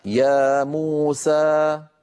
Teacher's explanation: يعني يا موسى، لما أقول أنا يا موسى هذا المقدار من أول ما نطقت إلى أن سكت، يا موسى مجموعه ست حركات، لأن يا بمقدار حركتين، مو بمقدار حركتين، سا بمقدار حركتين، فمجموع الكل صار ست حركات.